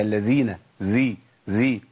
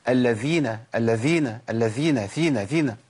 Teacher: انقطاع النفس في الذال وجراي النفس في الثاء. عشان كده ناس كتير قوي بتقول الذين الذين الذين ثينا ثينا.